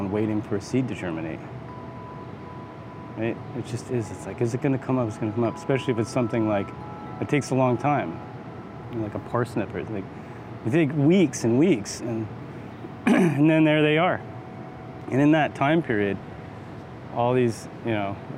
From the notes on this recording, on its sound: SeedBroadcast asked folks at the 2022 Smithsonian Folklife Festival X Earth Optimism Festival